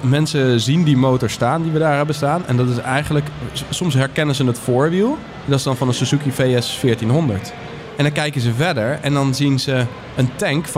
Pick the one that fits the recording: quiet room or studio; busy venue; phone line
busy venue